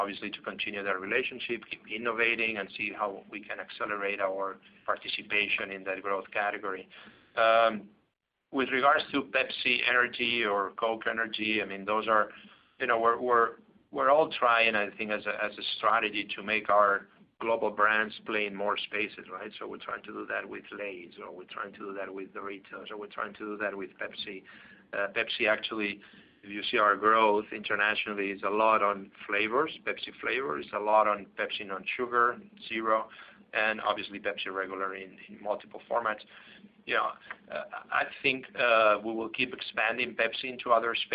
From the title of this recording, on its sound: PepsiCo (PEP) Q2 2019 Earnings Call